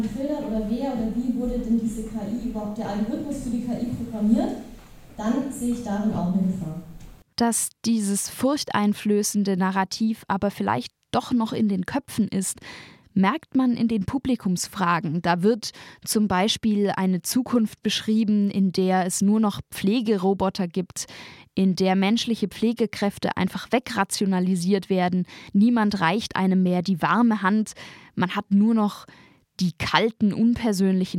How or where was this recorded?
busy venue